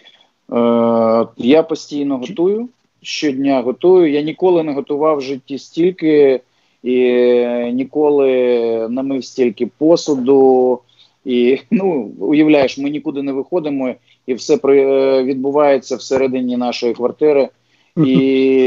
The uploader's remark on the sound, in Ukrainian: з допомогою skype